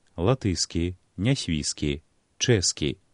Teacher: Згодна з нормамі літаратурнага вымаўлення, папярэдні шыпячы мае прыпадабняцца да наступнага свісцячага.